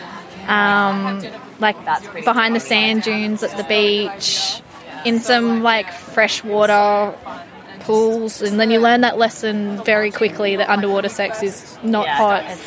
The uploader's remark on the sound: The Labia Lounge LIVE at Summer of Love. I asked festival goers. The sound isn't amazing in this one as the music was loud at the festival and I forgot a crucial piece of the recording tech as I'm still new at this live thang!